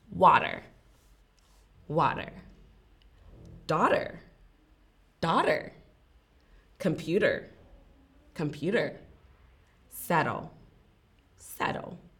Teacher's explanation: So do you hear in all of those words, the T is actually pronounced like a D